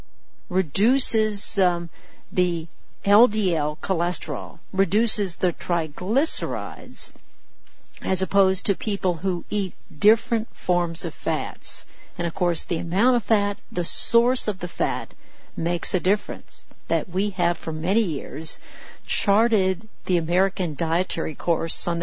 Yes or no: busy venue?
no